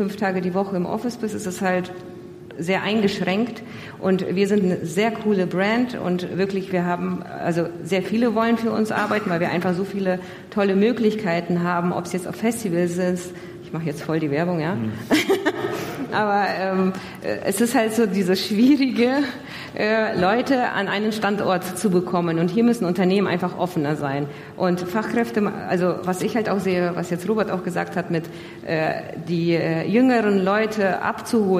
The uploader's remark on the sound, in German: Die zweite Aufnahme live von der großen Bühne.